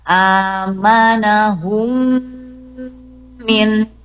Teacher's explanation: Jadi ditahan di sini di huruf mimnya, dibaca lama ya. · Maka bunyi M-nya dibaca dengung ya. Bunyi M-nya dibaca dengung atau bigunnah, dengan gunnah. Jadi bunyi M-nya lama. · Term: ilgom mimi